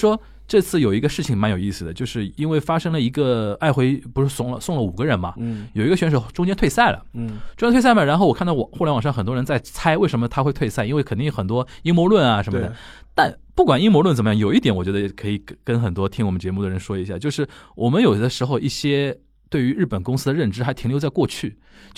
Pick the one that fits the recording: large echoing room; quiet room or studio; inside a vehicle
quiet room or studio